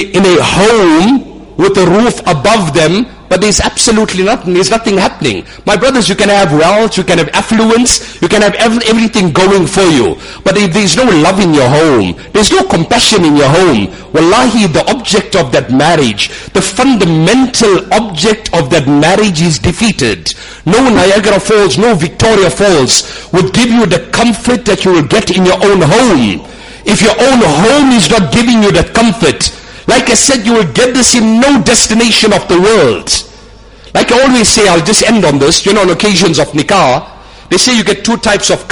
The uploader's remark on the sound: Jumuah lecture at Umhlanga Masjid